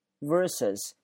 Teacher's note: 前面那个 ER 是卷舌的， V 咬住下嘴唇